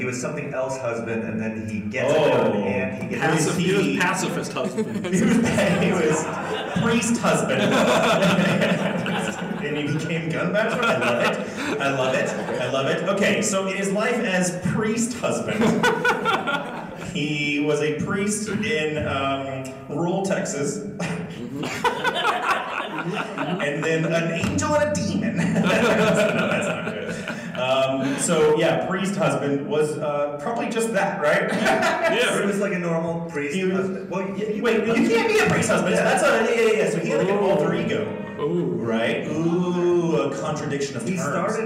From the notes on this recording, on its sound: Above is the very first live show the KLC Press crew ever performed, at C2E2 2020. With help from the live audience.